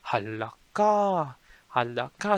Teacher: the vowel on the ka is very much prolonged to indicate that you're in trouble